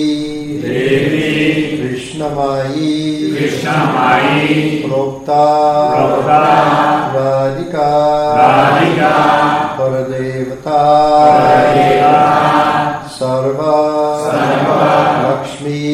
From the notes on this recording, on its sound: Sunday Feast lecture at ISKCON Philadelphia.